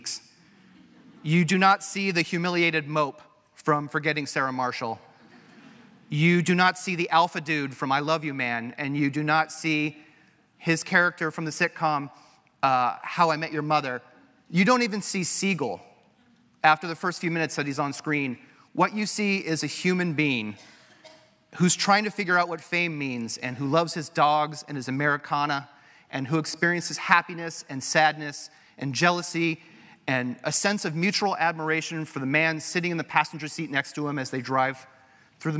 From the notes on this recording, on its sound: recorded on July 27, 2015 in front of a live audience at New York's 92nd Street Y